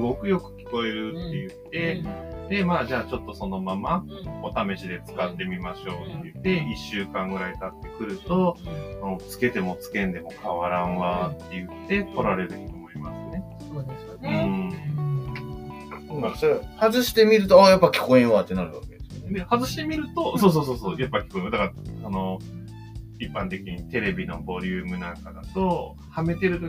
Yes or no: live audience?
no